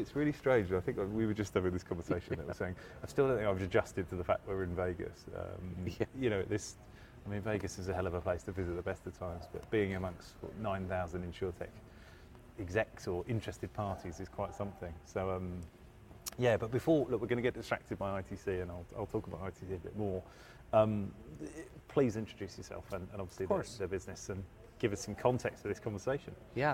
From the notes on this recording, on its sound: Live from InsureTech Connect Vegas. Live from InsureTech Connect Vegas.